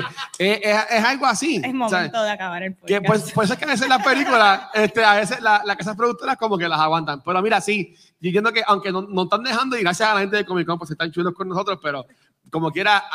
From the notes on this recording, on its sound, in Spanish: Grabación ¡EN VIVO! De nuestro panel en el Puerto Rico Comic Con 2022.